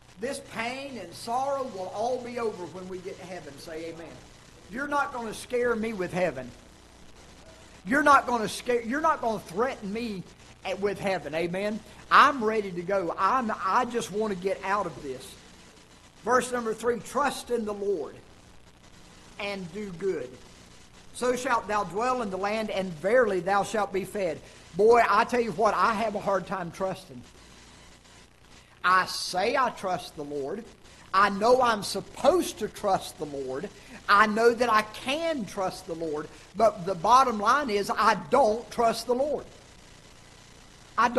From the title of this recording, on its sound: Ketha Heights Baptist Church ~ Live Broadcast